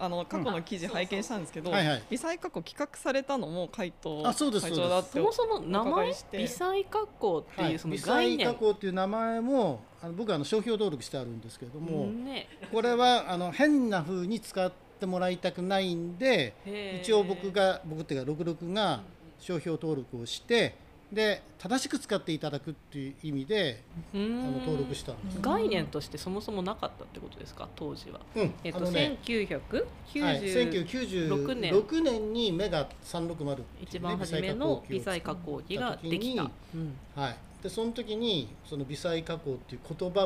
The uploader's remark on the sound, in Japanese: 収録環境により外部音が入っております。ご了承ください。